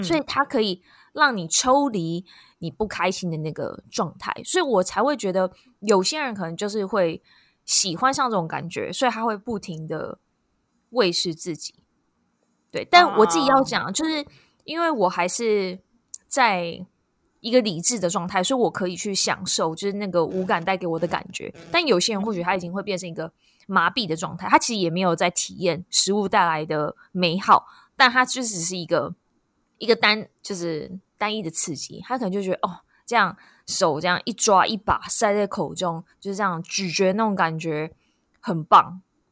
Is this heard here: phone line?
no